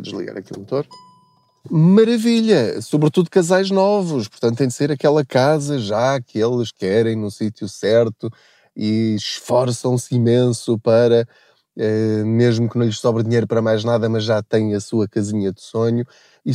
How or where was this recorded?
inside a vehicle